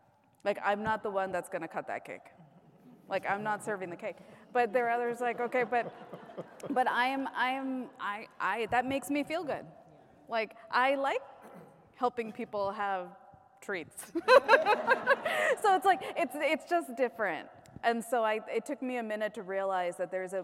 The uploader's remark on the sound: LIVE EPISODE! Moderated a panel LIVE at Rockwell Automation's Automation Fair.